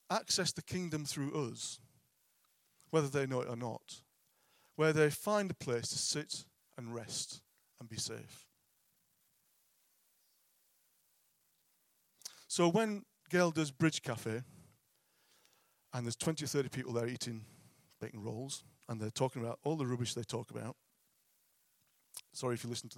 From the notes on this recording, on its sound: at King's Church, Cockermouth.